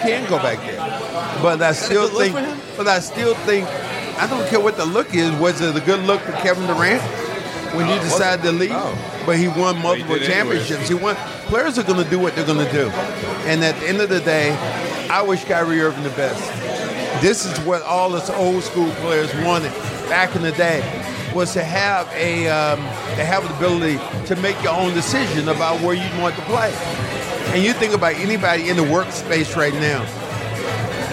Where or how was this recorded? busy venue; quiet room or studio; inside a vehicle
busy venue